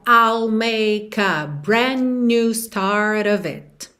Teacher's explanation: Repara que o D de brand você não escuta, porque você já tá com a língua no céu da boca, já vai sair pro new.